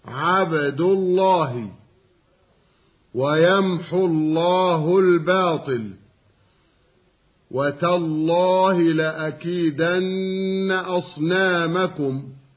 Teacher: اللام من لفظ الجلالة تفخم إذا سبقت بفتح أو ضم، سواء كان السبق بالفتحة في اللفظ نفسه كما تبدأ بقولك الله الذي، أو كان الفتح أو الضم قبل لفظ الجلالة في كلمة أخرى هكذا عبد الله، ويمحو الله الباطل، وتالله لأكيدن أصنامكم.